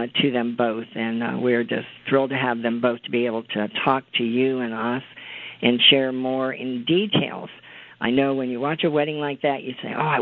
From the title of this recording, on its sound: CONFERENCE CALL